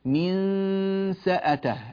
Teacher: النون تأخذ شكل السين في فمي · Term: الإخفاء